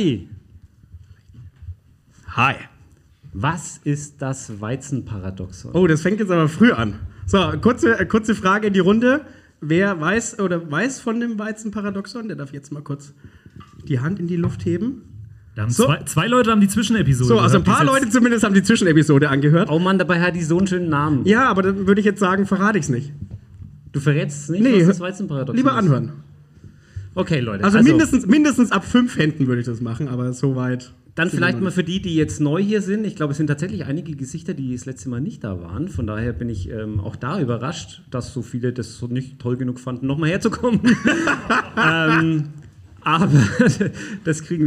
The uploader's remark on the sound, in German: Bratwurst and the City - Live im Afterwork. Drei Podcasts an einem Abend vor Livepuplikum. Hier ist nur unser Part der Podcastbrause zu hören.